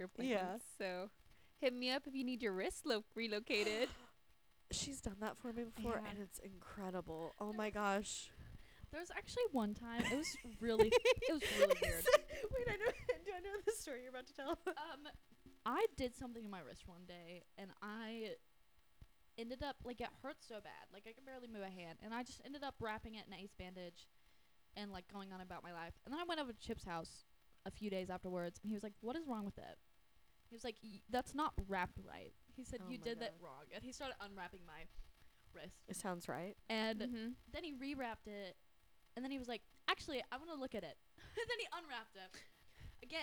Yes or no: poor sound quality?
yes